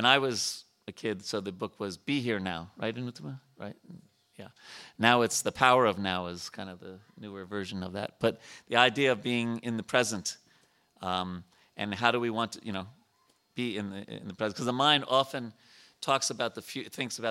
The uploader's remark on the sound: at the ISKCON temple in Potomac, Maryland.